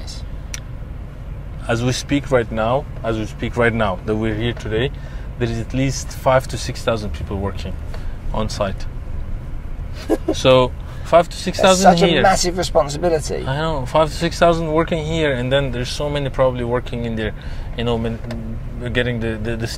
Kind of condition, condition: setting, inside a vehicle